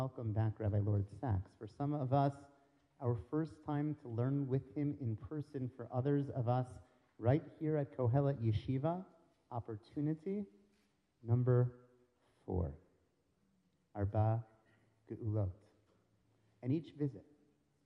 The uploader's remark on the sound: a recording of an address at the Kohelet Yeshiva High School in Philadelphia